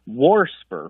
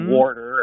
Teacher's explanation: Well, I've not heard wast, but I'll tell you what kind of deviates a little bit more that I've heard is warsper, with an extra R thrown in there, kind of like, you know, I hear a lot of old folks say warsh and things like warder, and so I hear that extra R get added occasionally · Term: R insertion